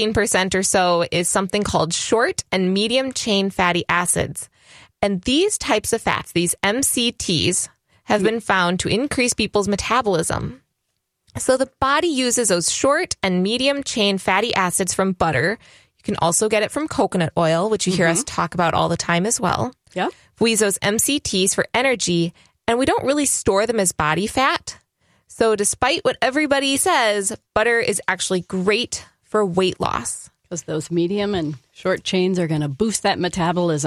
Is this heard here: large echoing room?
no